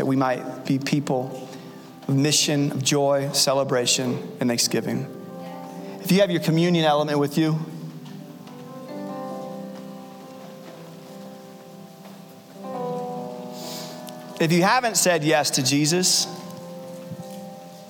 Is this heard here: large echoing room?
yes